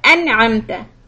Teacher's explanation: Noon is clearly sounding because letter ayn is coming right after it.